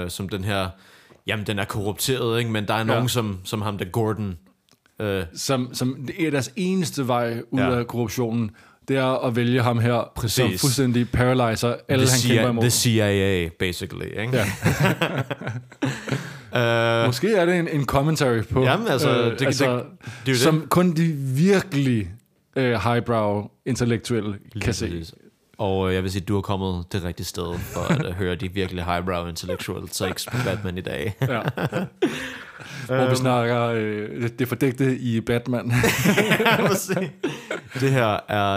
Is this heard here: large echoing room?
no